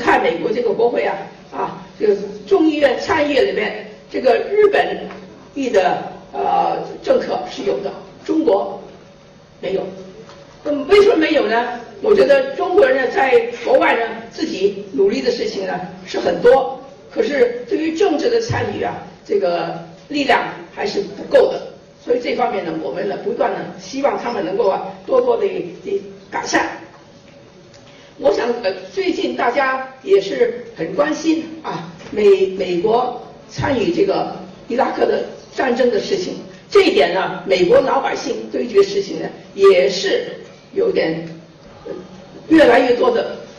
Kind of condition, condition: setting, live audience